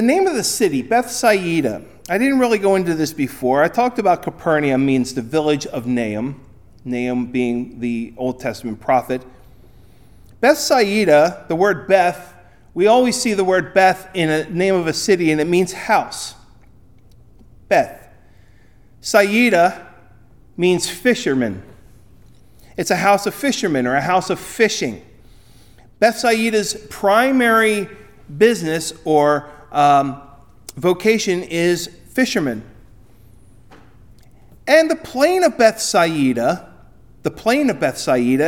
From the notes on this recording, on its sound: Recorded at Ebenezer UMC on February 4, 2024